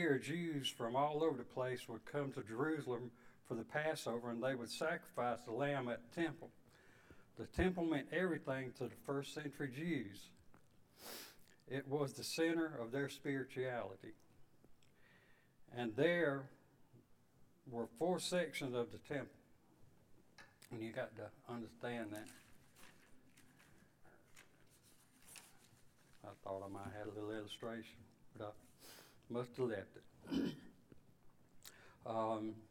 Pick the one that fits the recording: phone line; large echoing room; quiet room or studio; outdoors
large echoing room